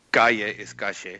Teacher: my wife is from Uruguay, so their double L's aren't silent. It's a sh sound.